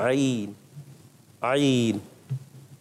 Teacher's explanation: حلق کے درمیان والے حصے سے عین ادا ہوتا ہے